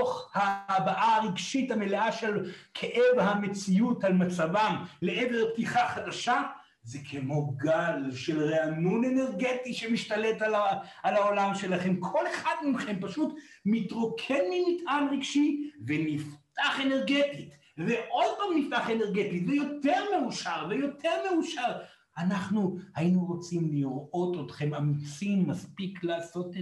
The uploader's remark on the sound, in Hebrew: זוהי הקלטת מעגל חי בנוכחות תלמידים